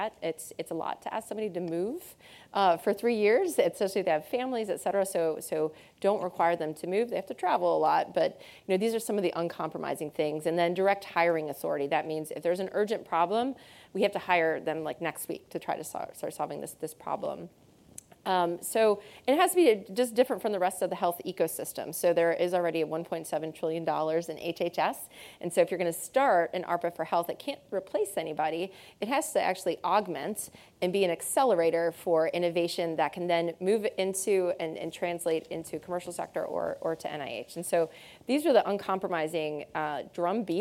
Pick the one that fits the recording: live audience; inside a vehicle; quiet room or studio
live audience